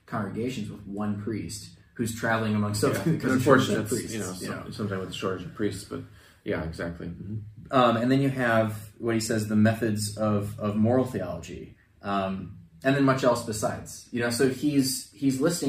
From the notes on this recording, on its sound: Apologies for the audio quality!—we had technical difficulties that required us to use the camera mics this time around